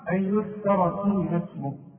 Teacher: الراء ده مفتوحة مفخمة